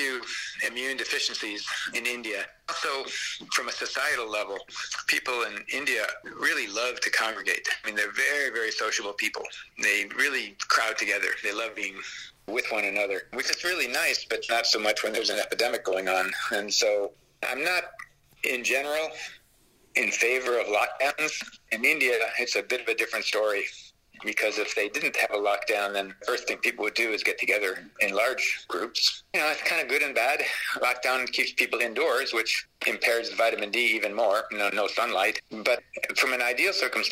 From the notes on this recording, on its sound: I’m using the high tech method of recording this phone call on my handheld zoom recorder as you speak on What’s App from India.